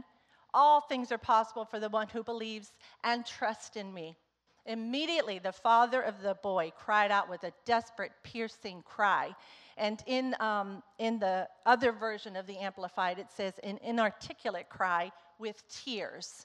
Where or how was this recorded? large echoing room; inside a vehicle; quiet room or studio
large echoing room